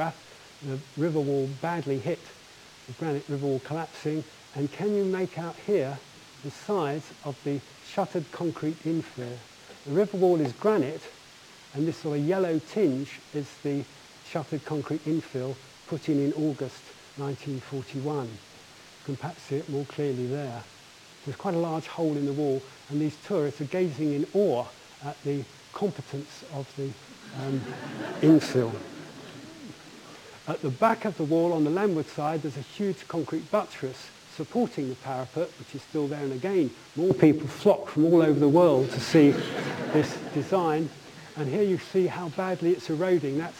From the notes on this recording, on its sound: UCL Lunch Hour Lecture